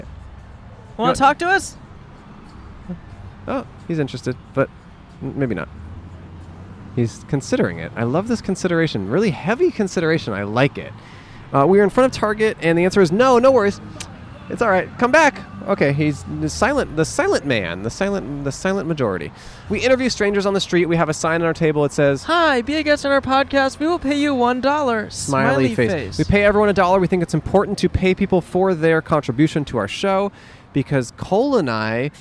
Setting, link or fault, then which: setting, outdoors